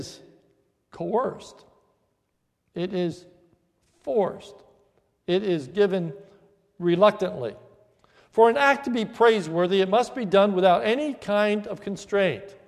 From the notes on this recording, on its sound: This is a sermon recorded at the Lebanon Bible Fellowship Church, in Lebanon, PA, on 4/2/2015 during the Maundy Thursday service